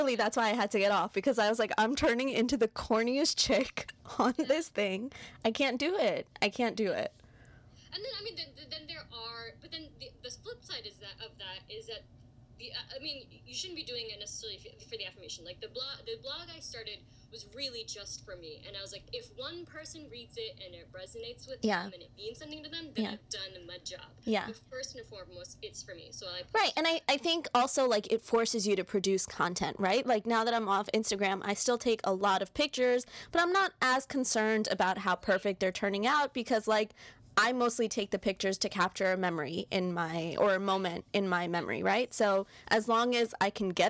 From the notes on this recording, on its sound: bad sound quality